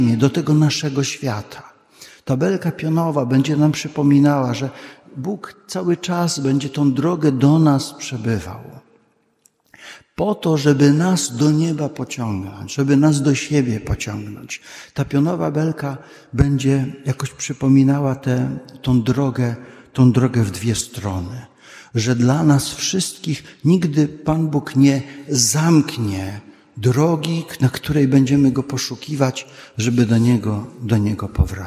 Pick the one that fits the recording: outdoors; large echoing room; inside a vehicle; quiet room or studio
large echoing room